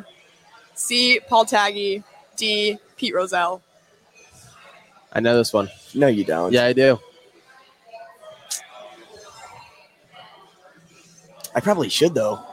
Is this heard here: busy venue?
yes